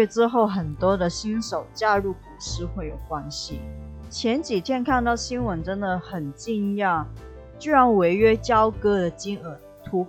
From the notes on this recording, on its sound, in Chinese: 這次的錄音MIC有點狀況，聲音大小不太穩定，音質也不太好，請見諒